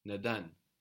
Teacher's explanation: in most Turkish dialects, you might notice that the E, in some circumstances, is a little more open and can sound more like an A. For example, instead of neden, you will probably hear neden this is not nedan. · Term: open E